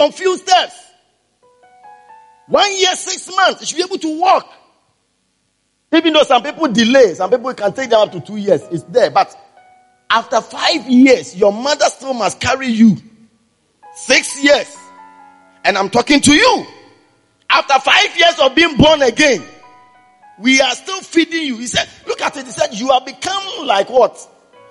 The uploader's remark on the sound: Preached at the Spiritual Encounter Service.